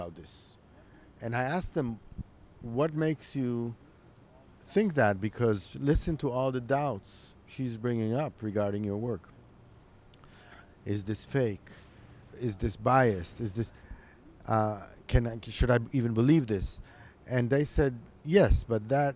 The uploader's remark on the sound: as you’ll hear, this is my first episode in a long time that I have recorded in the great outdoors, so enjoy the mild breeze.